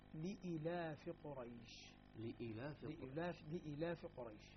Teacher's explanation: ابن عامر يقرأها بدون ياء، يقرأها بالقصر